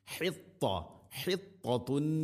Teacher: ത ഉച്ചരിക്കുമ്പോൾ നാവിൻ്റെ മധ്യഭാഗം അണ്ണാക്കിലേക്ക് ചേർന്ന് നിൽക്കണം. · Term: ഇത്തുബാഖ്